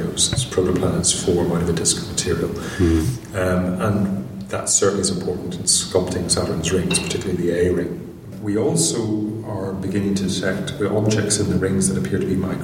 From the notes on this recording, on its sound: This interview was recorded during the National Astronomy Meeting in Manchester in March 2012.